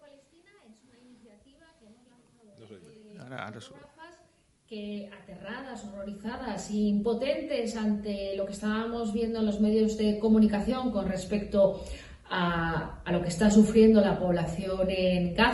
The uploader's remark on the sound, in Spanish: En la compañía de nuestro público que llena por completo el Ámbito Cultural de Callao. Un acústico maravilloso.